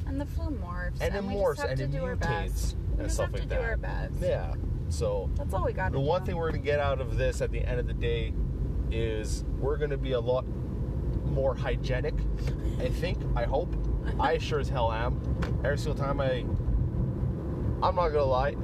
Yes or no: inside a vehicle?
yes